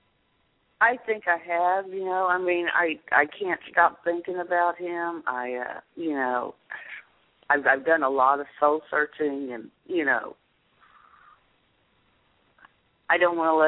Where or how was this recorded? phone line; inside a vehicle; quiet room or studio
phone line